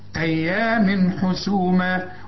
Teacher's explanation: التنوين اللي بعده ح، من الحاء من حروف الإظهار، ما تغنيش